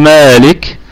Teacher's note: والهمس يكون يعني هواء بسيط جدا يصاحب حرف الكاف